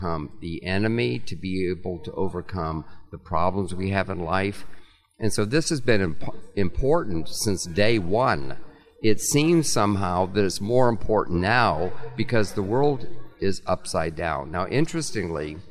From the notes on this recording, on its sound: recorded at the National Religious Broadcasters convention in May